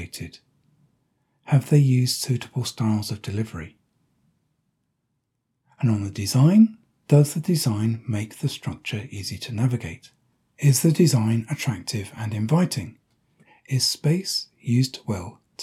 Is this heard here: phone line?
no